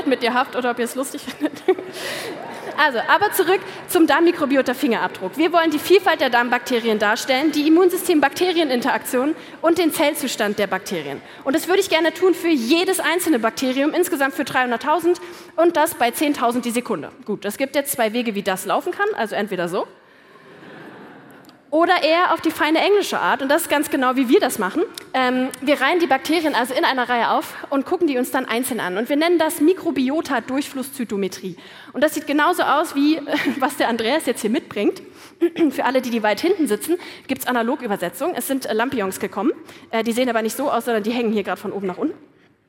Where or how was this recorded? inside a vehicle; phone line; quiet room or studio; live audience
live audience